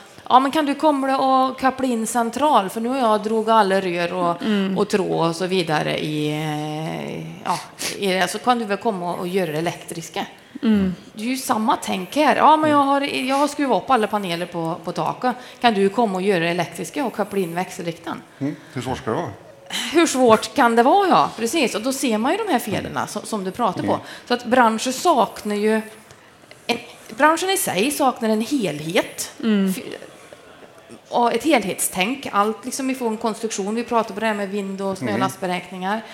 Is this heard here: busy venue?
yes